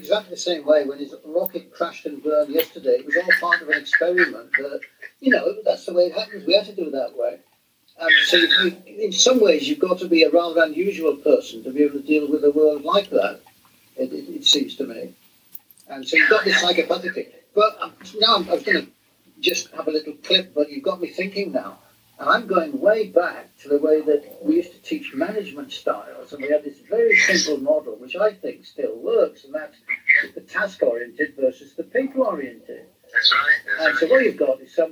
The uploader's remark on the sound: He kindly interrupted his holiday preparations for the interview which explains the sound quality which even Buzzsprout editing could not improve.